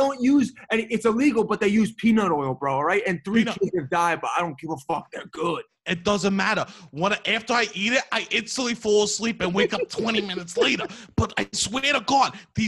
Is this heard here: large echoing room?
no